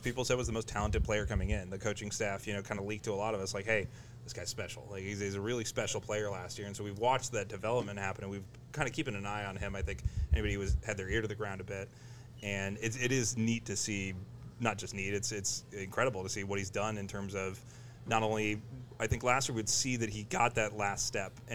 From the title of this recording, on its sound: Live from Stone Brewing